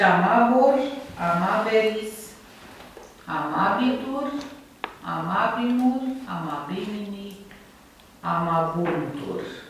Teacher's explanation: la pasiv, vocala tematică își păstrează timbrul E și nu se închide la I. Din cauza consoanei R, care în limba latină are proprietatea de a deschide timbrul vocalei precedente.